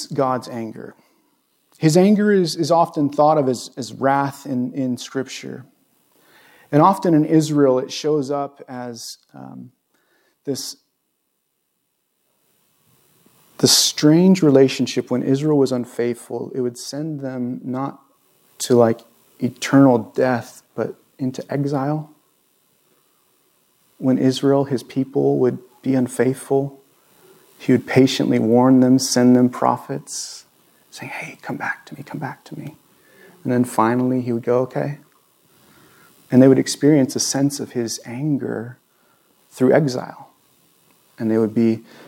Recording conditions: large echoing room